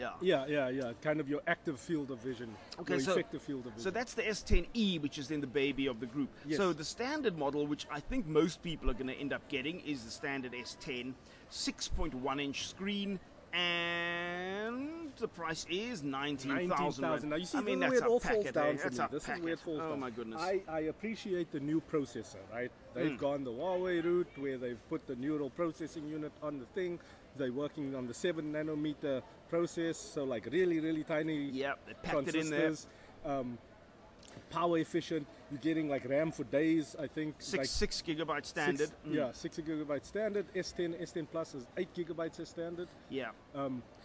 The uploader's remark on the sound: Recorded at Cape Town International Airport